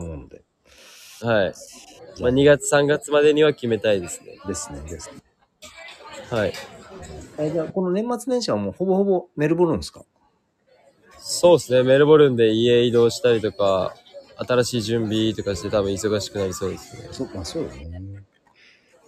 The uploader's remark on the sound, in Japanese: HAPPY NEW YEARは街の雑踏から。収録の雰囲気がどこか賑やかな新年の街並みっぽかったと背景の音ご途切れない方が良いため、編集なしで配信しています。